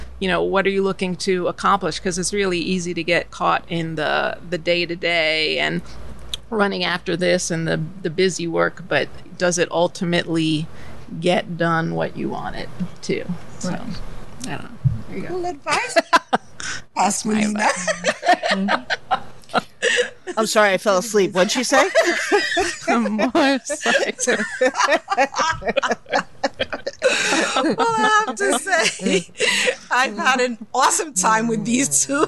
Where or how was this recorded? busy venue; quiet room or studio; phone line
busy venue